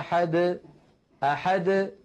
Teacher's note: فالدال وقلقلتها تخرج واضحة جلية · Term: القلقلة